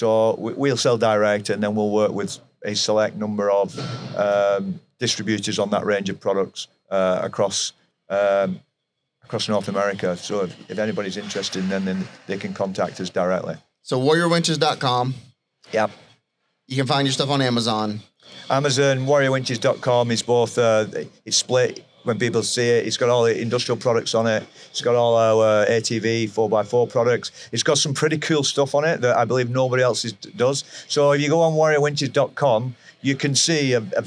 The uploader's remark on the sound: LIVE FROM NATDA